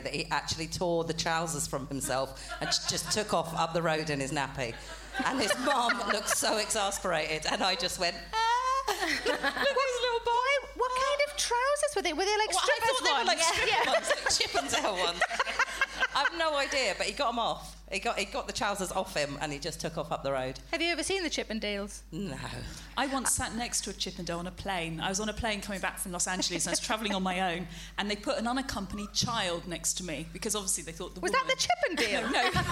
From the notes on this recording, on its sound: Recorded at the Firebug, Leicester on February 11, 2017, as part of the Leicester Comedy Festival.